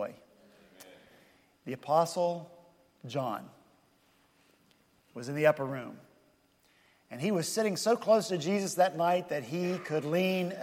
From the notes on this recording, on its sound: at Redeemer Presbyterian Church in Charleston, SC